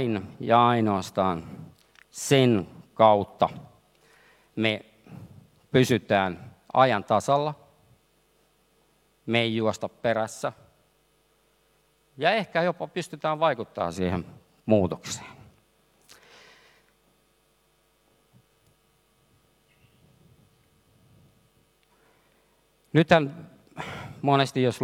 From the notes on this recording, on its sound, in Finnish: lavalla Work goes happy Helsinki -tapahtumassa Helsingin Oopperatalolla